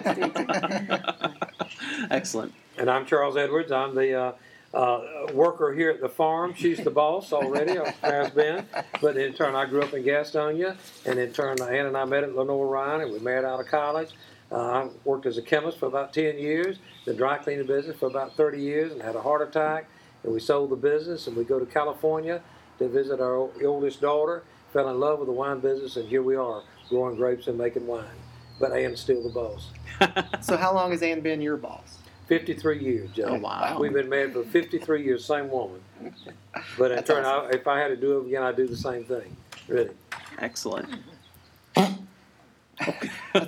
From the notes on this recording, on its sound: We recorded this episode outside because there's nothing better than relaxing under the shade trees when you visit.